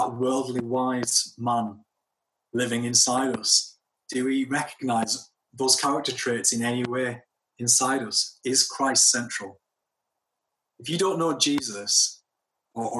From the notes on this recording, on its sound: at King's Church, Cockermouth